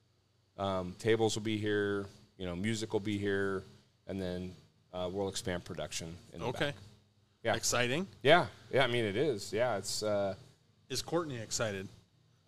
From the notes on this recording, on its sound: Had a great show on location at Humble Abode. 1620 E Houston Ave Suite 800, Spokane, WA 99217.